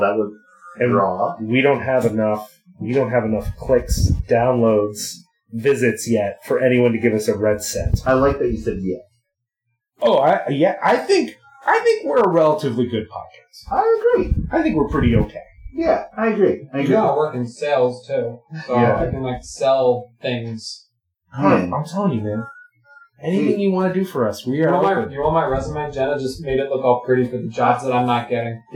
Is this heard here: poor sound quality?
yes